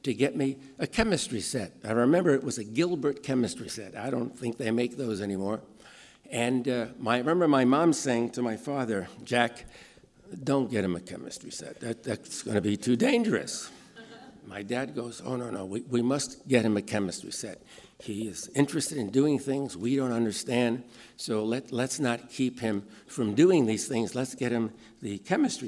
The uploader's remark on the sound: In this podcast, recorded at the 2014 International Achievement Summit in San Francisco.